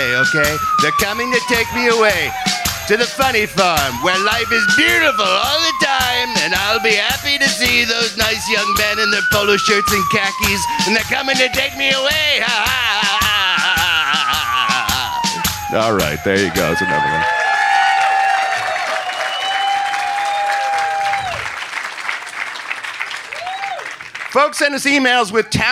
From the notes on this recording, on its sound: perform live at Flappers Comedy Club in Burbank, CA on April 15, 2023